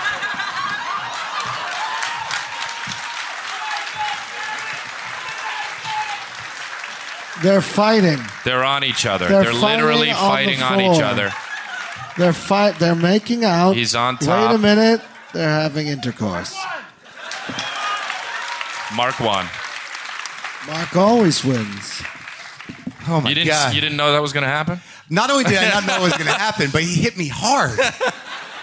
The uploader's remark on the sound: Live from Just For Laughs. Brings the Live WTF experience to the Just For Laughs Comedy Festival in Montreal.